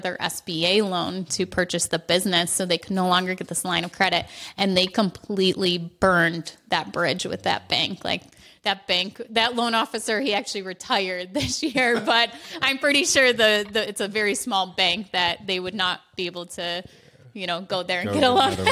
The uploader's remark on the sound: Made the journey to the Valley of the Sun to visit real estate rookies for a live podcast recording. Live Q&A.